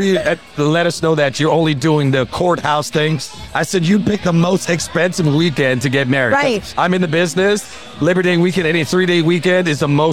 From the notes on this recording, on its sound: To end this bundle of episodes recorded at American Social, we are going out with a bang! Recorded at American Social Las Olas.